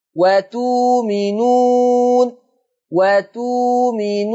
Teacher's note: هتبدل الهمزة الساكنة بواو مادية فتقرأ وتؤمنون